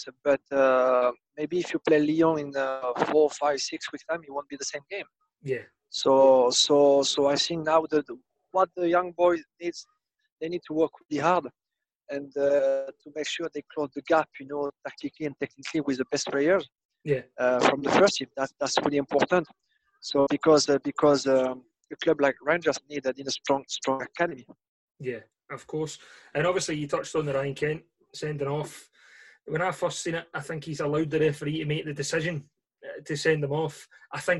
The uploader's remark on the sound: Live from his friends Car